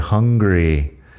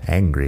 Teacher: La pronunciación ahí entre hungry y angry es importante diferenciarlo. Hungry tiene la H aspirada y una vocal más corta. Angry tiene una vocal algo más larga y bueno, sin la H